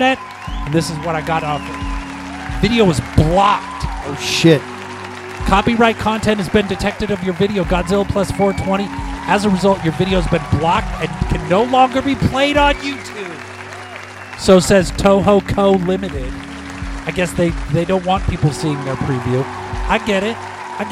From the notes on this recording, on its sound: Filmed in front of a live Studio Audience.